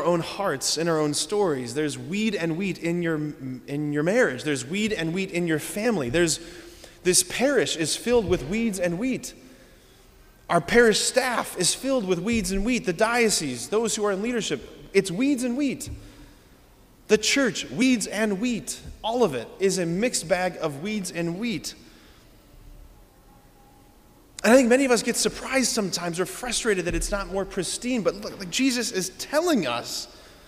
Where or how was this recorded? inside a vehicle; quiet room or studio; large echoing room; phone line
large echoing room